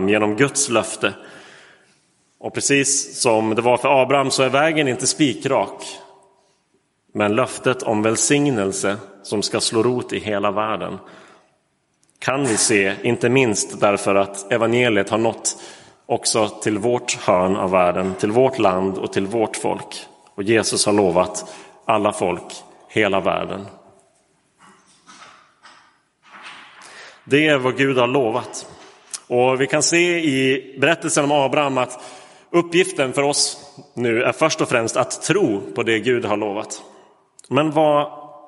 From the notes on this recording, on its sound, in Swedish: Inspelad i Roseniuskyrkan den 23 oktober 2022.